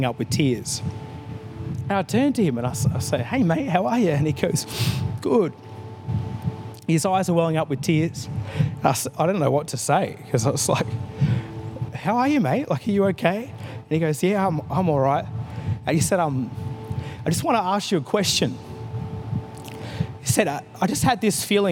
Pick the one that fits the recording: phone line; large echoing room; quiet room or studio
large echoing room